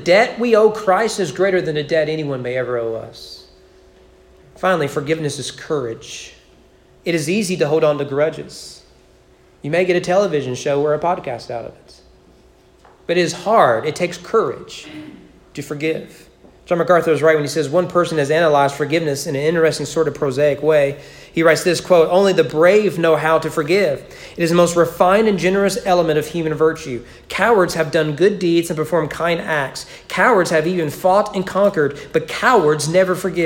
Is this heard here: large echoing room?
yes